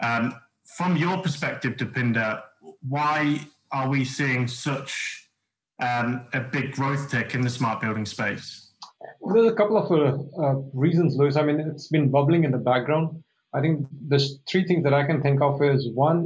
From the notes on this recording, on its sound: It's our first ever CM Conversations recorded via LinkedIn Live.